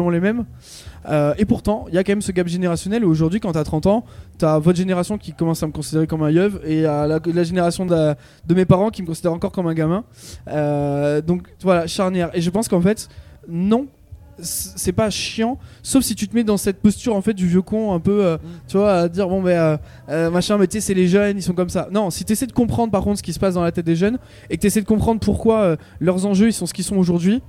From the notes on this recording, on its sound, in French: Delta Fm est allée au Nouveau Festival à Cenon (33) pour donner la parole aux lycéens porteurs de projets, venus présenter leur travail.